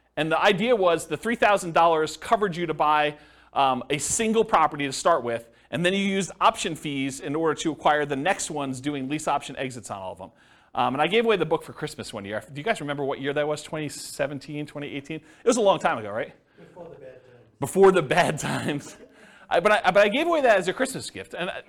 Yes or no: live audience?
yes